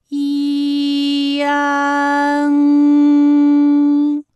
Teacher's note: 舌尖迅速移到上齿龈，最后抵住上齿龈，做出发鼻音呢的状态